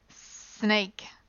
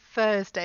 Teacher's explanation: Your tongue for the TH sound is much farther forward, and that's why you can touch it to the top of your teeth · Shown in: second take · and get this th or the sound.